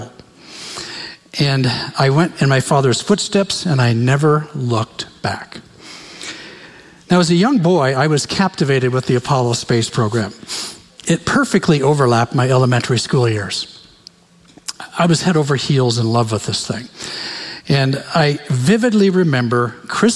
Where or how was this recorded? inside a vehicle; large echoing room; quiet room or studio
large echoing room